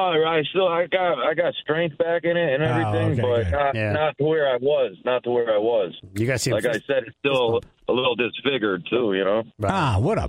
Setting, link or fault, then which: link, phone line